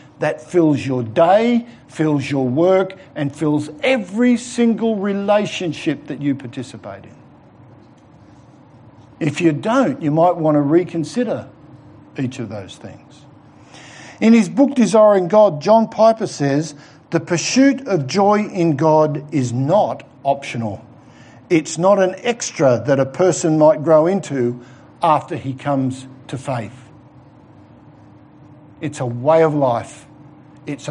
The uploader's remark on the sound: given at The Rock Christian Church in the morning service on Sunday 18th October 2020